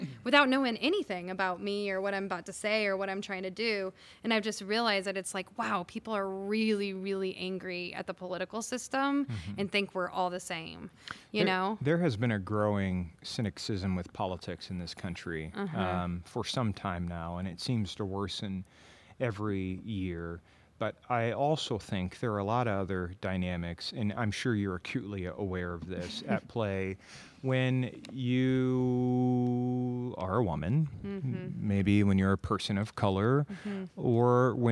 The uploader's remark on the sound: Recorded on the stage of the Englert Theatre